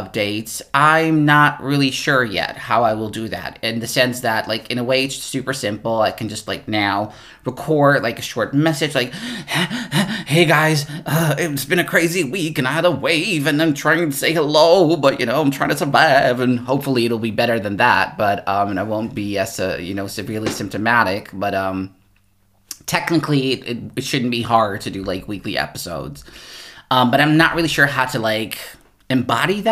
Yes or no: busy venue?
no